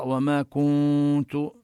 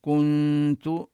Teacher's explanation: إذا ضم الكاف ينبغي أن يفك الضم عند النون حتى لا تشتبه الغنة بالمد · Shown in: second take · يعني لا ينبغي أن يقرأ وما كنت، إنما كنت نظهر غنة النون، ويعني لا نجعلها كحرف المد كالواو، كأن واوا بعد الكاف.